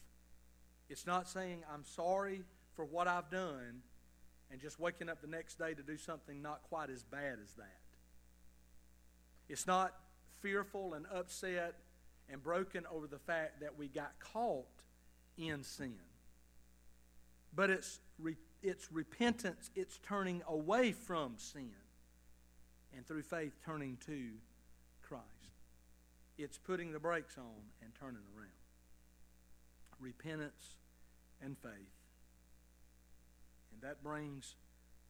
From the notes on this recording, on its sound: Evening service sermon of Liberty Baptist Church in Tifton, GA.